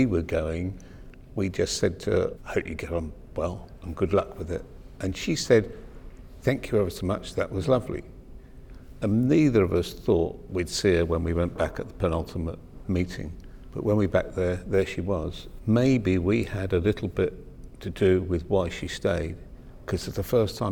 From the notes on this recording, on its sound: This special extended edition of Airing Pain comes to you live from the conference, letting you sit in on the discussion.